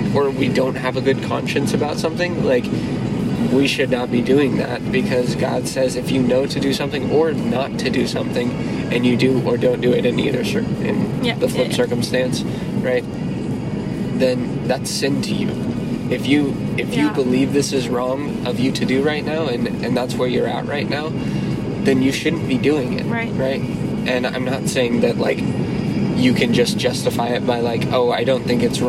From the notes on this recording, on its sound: Car conversations. First off so sorry about the background noise!